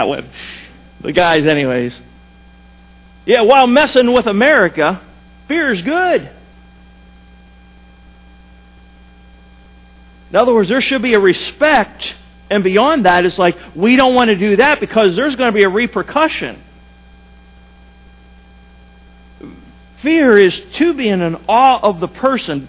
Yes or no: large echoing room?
yes